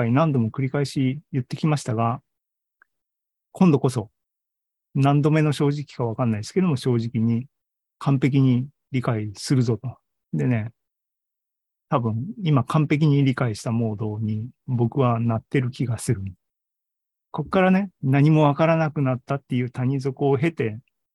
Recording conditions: video call